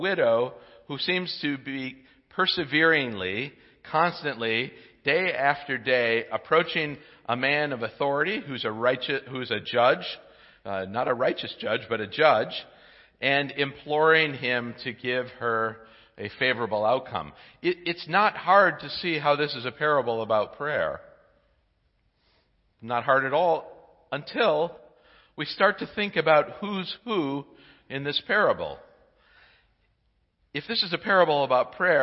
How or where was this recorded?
large echoing room